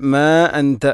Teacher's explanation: ഇവിടെ മാ അൻത മദ് മുൻഫസിലുണ്ട്, 4, 5 ഹർക്കത്തിന് തുല്യമായിട്ട് നീട്ടണം. അൻത ഇഖ്ഫം ബിഗുന്ന, ആ നൂനിനെ അവ്യക്തമാക്കി മണിക്കണം.